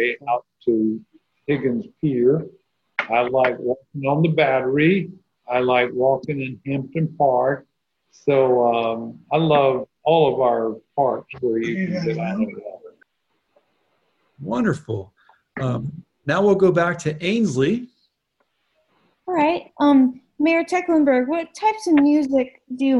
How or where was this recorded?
video call